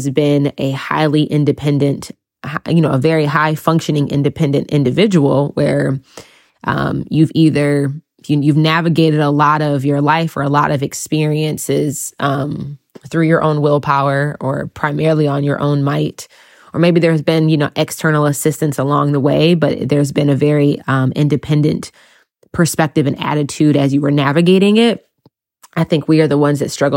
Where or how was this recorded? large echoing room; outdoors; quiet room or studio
quiet room or studio